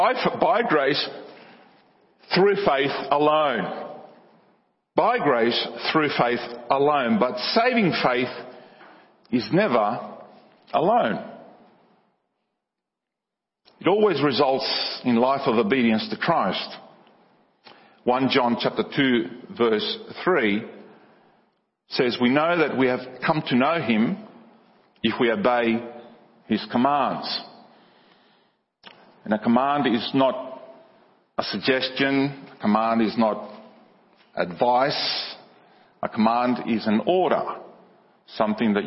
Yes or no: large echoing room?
yes